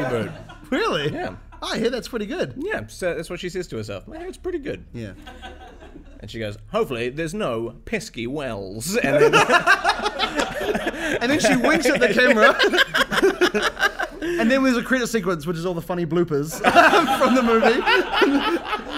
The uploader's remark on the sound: Our first live episode!